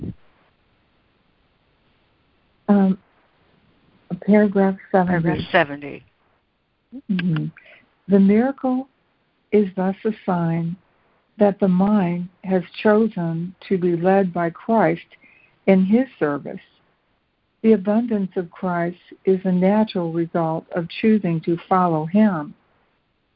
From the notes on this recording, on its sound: ACIM Daily Conference Call